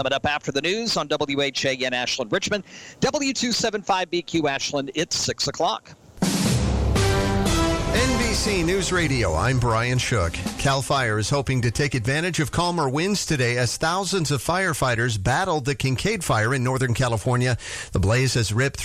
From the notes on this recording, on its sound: Heard live from Sports Page Grille in Ashland each Monday night from 6 to 7pm on 102.9 The Mater (102.9 FM/1430 AM).